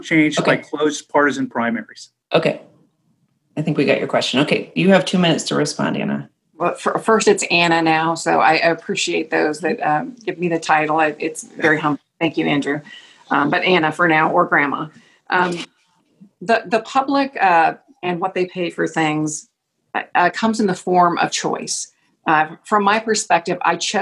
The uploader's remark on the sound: Tuesday, October 14th, 2020 via Zoom by Alaska Common Ground.